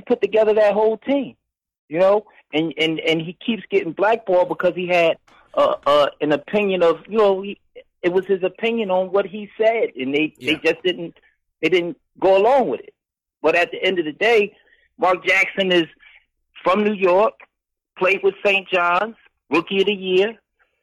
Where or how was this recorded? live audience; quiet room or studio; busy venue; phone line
phone line